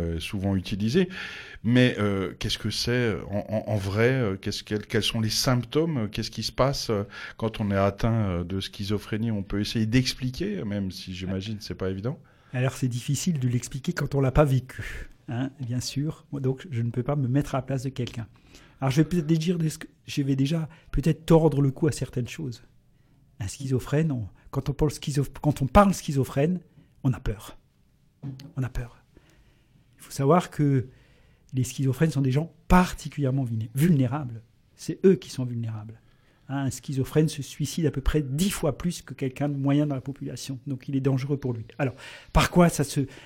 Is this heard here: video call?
no